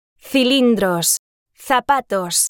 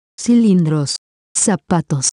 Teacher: the Z sound and the soft C sound are like the soft TH sound in English · Shown in: first take · Term: distinction